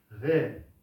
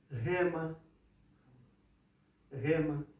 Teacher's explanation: Но в греческом этого г, видите, тут нет никакого, тут есть гласная. Но эта гласная, она озвучивается вот таким быстрым придыханием, так что она становится такой вот густой · Term: густое придыхание